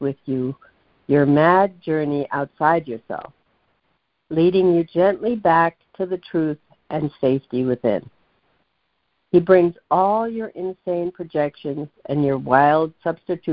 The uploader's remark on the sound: ACIM Daily Conference Call